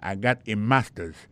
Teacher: Regardez bien pour voir que accent tombé sur première syllabe là. · Term: accent tonique